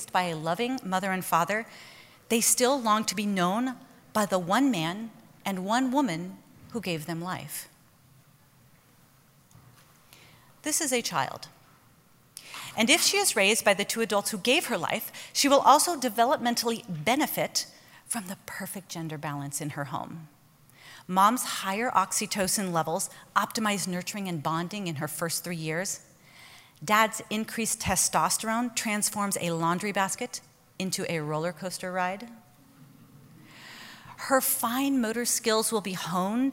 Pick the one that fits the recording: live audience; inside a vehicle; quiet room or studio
live audience